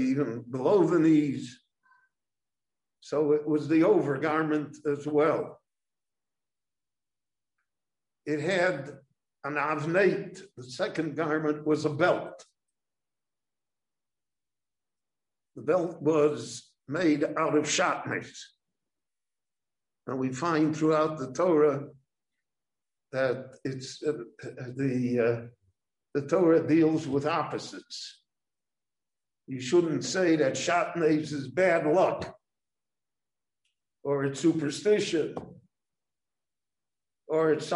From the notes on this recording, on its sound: This lecture on Parshat Tetzaveh was given LIVE in Jerusalem.